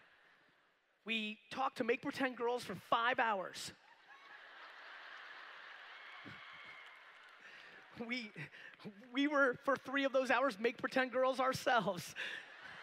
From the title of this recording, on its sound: A keynote: Beachbody Coach Summit 2016